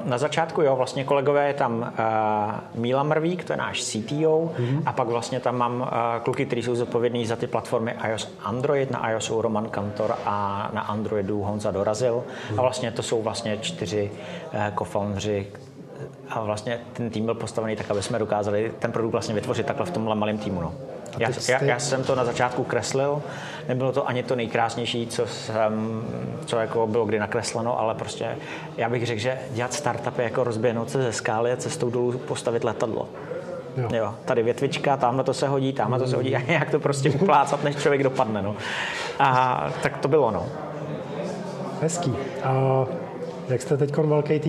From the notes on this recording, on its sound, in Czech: na startupovém festivalu Festup 2022, kde také vznikl tento podcastový díl